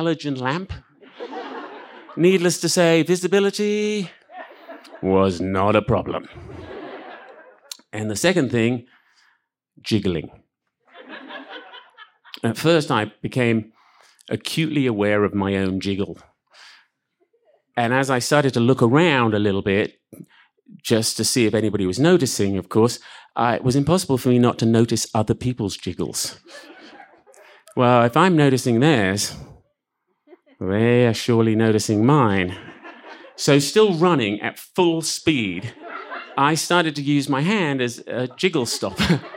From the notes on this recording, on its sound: This story was recorded live at Buntport Theater.